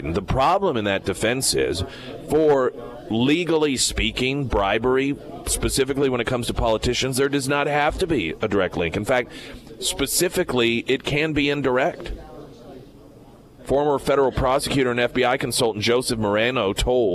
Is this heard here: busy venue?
yes